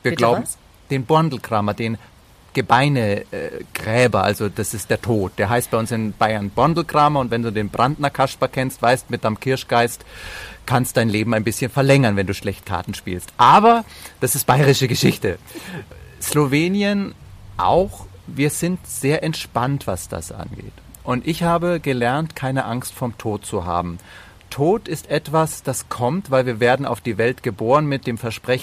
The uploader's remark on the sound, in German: Nahe Berlin. Das Gespräch haben wir bei schönstem Spätsommerwetter und – wie gleich zu hören sein wird – unter freiem Himmel aufgezeichnet.